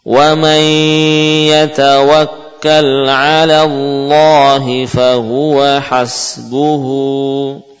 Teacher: Masuknya tanwin atau nun ke dalam ya disertai dengan ghunnah. · Term: idgham bi ghunnah